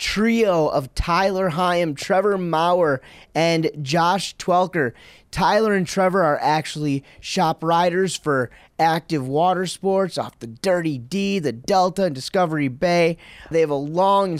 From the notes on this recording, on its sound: Recorded live from the 32nd Active Water Sports' Evening With the Stars event in Oregon City.